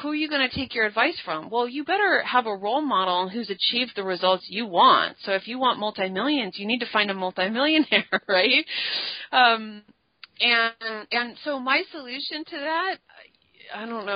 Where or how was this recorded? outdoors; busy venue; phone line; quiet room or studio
phone line